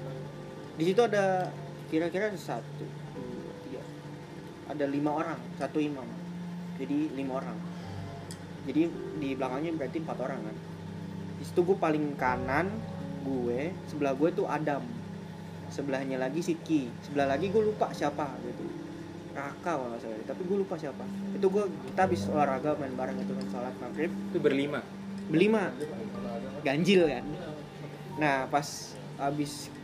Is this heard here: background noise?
yes